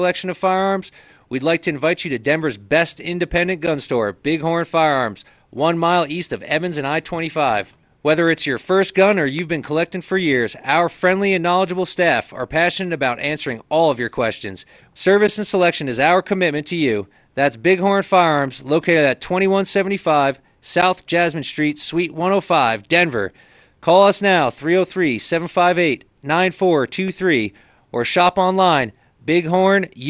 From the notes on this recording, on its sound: We are broadcasting live at Big Horn Firearms for their Grand Re-Opening Event today. Despite the clouds and rain it was an awesome crowd that showed up and participated in the raffles.